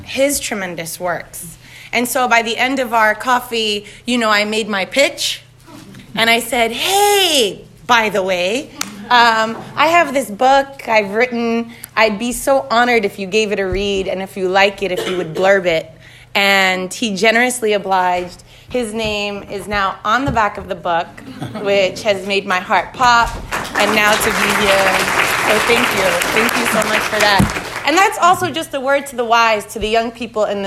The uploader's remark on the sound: At Harvard Law. The 50-minute discussion features a robust Q & A with the audience.